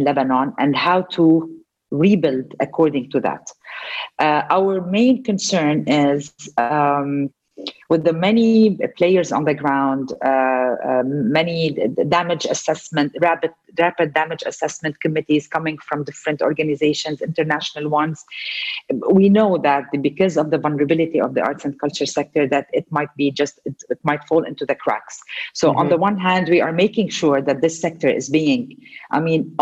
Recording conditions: video call